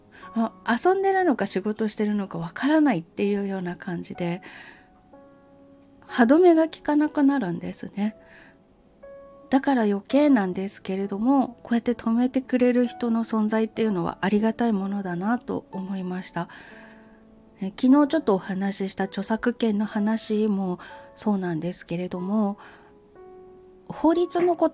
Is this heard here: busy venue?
no